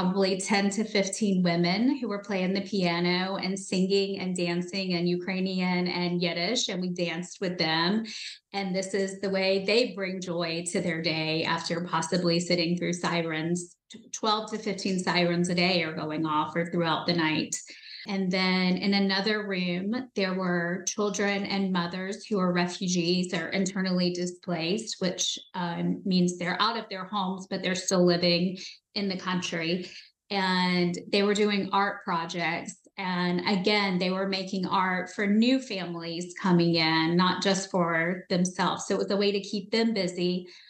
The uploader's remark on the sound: In this live zoom episode